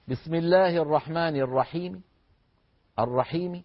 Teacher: يبدأ الإنسان بخفض صوته عند الحرف الأخير، تأتي حركة الحرف الأخير مخفوضة الصوت · Term: الروم